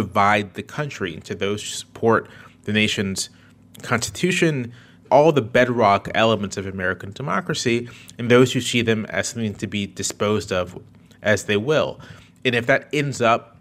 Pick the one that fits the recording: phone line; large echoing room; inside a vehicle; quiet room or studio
quiet room or studio